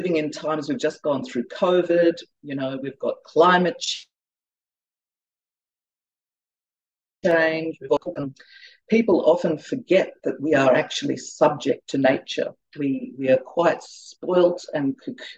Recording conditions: video call